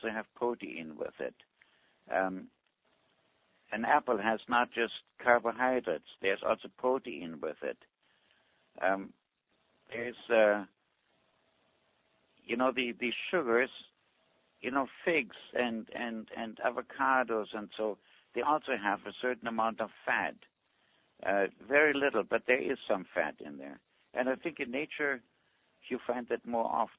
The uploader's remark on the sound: Avena Originals Conference Call